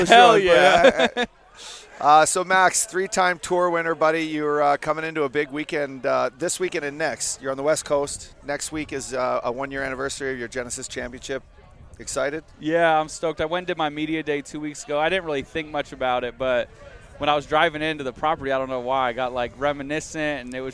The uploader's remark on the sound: From the WM Phoenix Open. Take the #FellaTour from Las Vegas to Scottsdale for Golf a the WM Phoenix Open! Live from the DraftKings Sportsbook Suite at the Kiva Club.